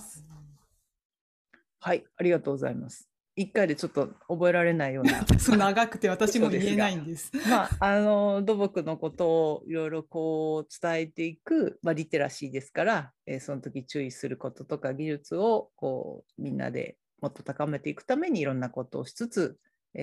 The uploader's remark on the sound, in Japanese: 収録場所： オンライン (Zoom)